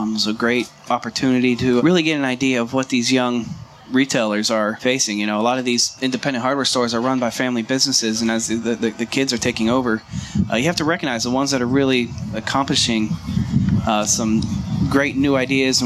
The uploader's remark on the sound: Live from the 2018 National Hardware Show